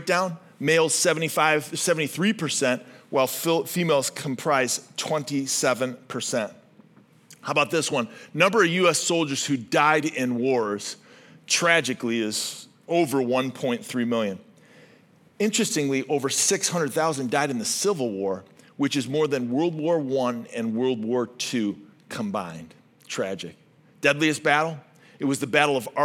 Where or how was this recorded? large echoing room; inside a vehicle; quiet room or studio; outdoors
large echoing room